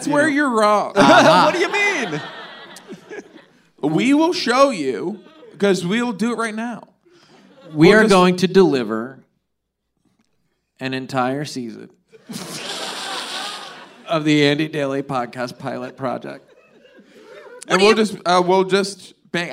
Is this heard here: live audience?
yes